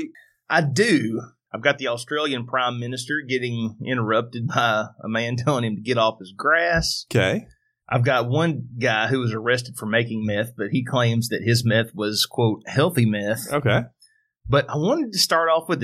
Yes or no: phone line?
no